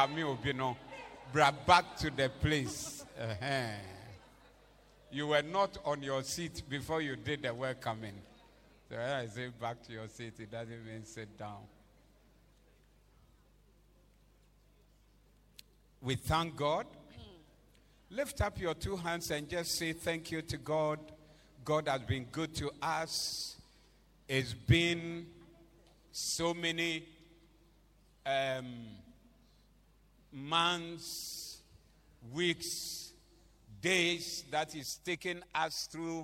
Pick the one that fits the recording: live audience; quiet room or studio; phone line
live audience